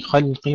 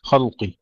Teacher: ترقيق اللام بين المفخمين الخاء والقاف · Shown in: first take